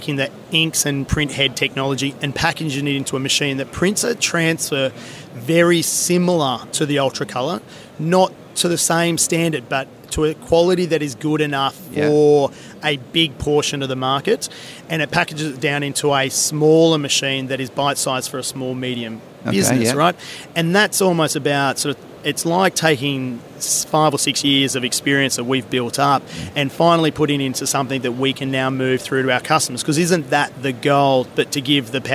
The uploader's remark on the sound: Trends & Tech from PacPrint. Incorporating extracts from some of the 34 interviews that Print21 livestreamed from the exhibition floor.